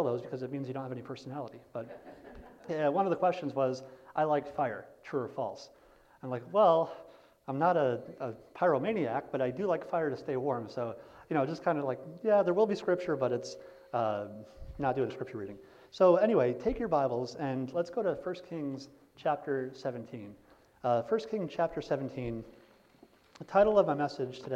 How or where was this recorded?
large echoing room